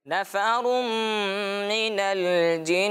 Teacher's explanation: تو اب دیکھیں، تنوین کے فوراً بعد میم آئی، تو کون سا قاعدہ لگے گا؟ ادغام کا، یعنی کہ ہم اس تنوین کو ہم میم کے ساتھ ملائیں گے بھی اور غنہ بھی کریں گے